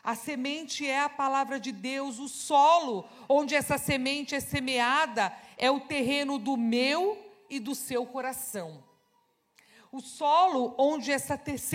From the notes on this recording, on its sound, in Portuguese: Celebração ao vivo